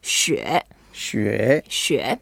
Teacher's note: So the snow, when we say 雪, we go down and then up. It's a third tone.